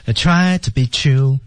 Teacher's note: try t d 失去爆破不发声